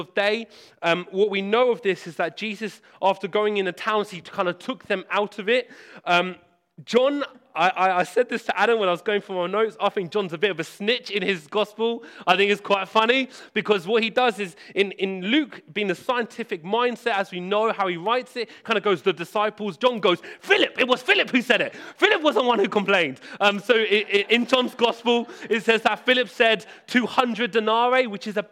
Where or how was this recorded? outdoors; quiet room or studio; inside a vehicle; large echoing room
large echoing room